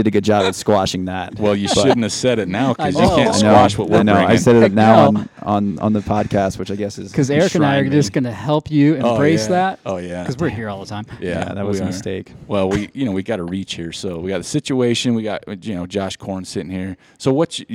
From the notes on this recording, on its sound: We once again found ourselves walking the hallowed halls of AmerSport in Ogden, Utah.